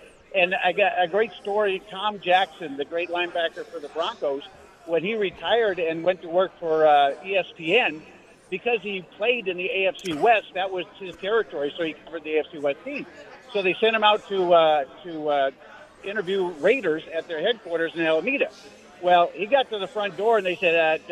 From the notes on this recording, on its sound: LIVE FROM CAESAR'S PALACE